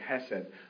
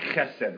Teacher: But it's supposed to be like chesed, right? It's this kind of guttural growl in the background. · Shown in: second take